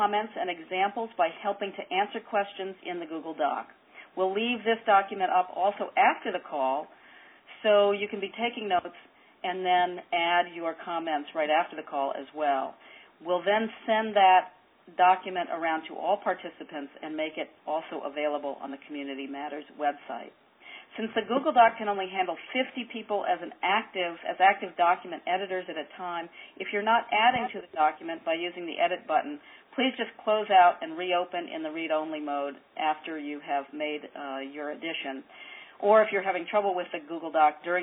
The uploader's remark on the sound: On this CommunityMatters® conference call.